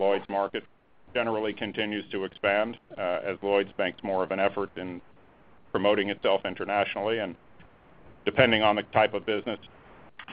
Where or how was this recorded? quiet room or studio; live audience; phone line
phone line